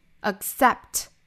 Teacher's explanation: 后面的这个 p 的发音呢，也是要做失去爆破的